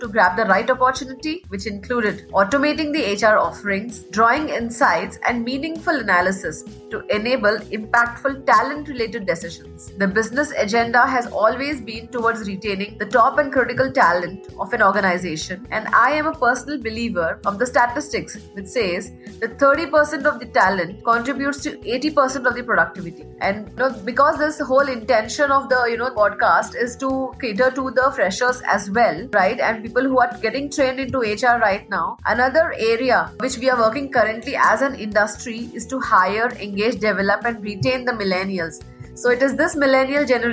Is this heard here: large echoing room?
no